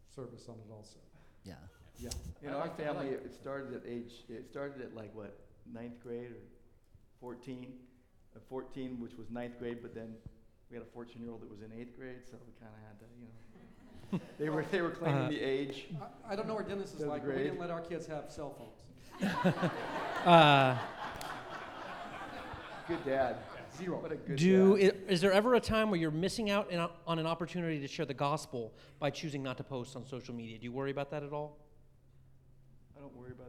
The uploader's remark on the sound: Questions about this topic from the audience.